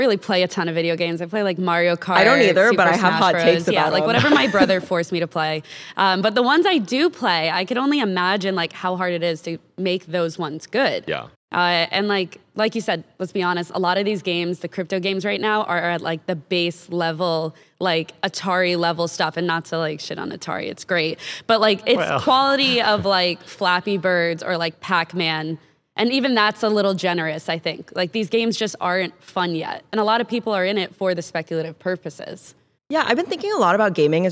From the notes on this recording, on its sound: Recorded our Thursday episode live from stage at TechCrunch Disrupt in San Francisco. We shook things up this week and recorded our Thursday episode live from stage at TechCrunch Disrupt in San Francisco.